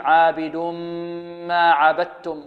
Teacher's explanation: وعندما نصل ندغم، ندغم التنوين في الميم